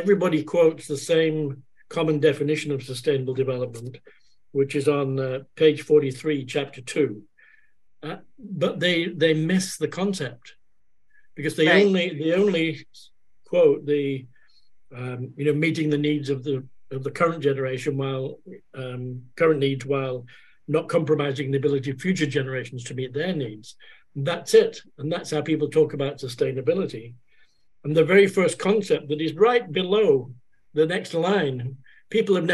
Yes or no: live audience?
no